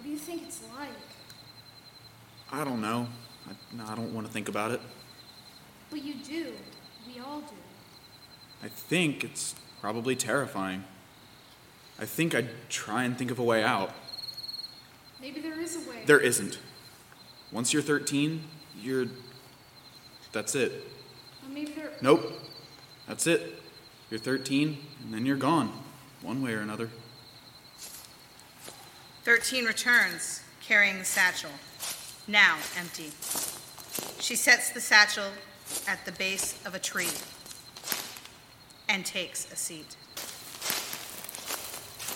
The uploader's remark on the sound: It was recorded in front of a live audience. By Thespian Troupe 4592 of Madison High School in Middletown, Ohio.